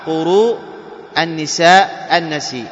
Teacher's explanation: ويوقف عليه بالتوسط أو فويق التوسط. فويق التوسط يعني خمس، أو الطول يعني ست، أي أربع أو خمس أو ست حركات، ولا يجوز قصره حركتين لقوة الهمز بعده · Term: مد واجب متصل